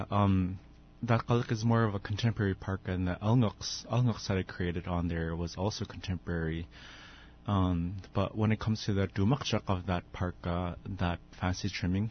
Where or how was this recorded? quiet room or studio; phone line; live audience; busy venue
phone line